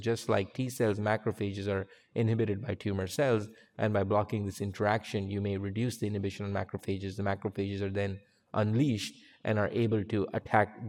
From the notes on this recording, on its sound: based on a recording at the 2023 USCAP Annual Meeting